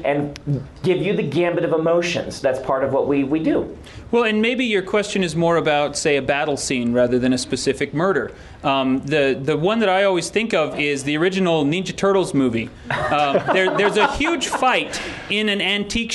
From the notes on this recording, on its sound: Recorded live at LTUE 2010, here's a high-energy Q&A session with the Writing Excuses crew.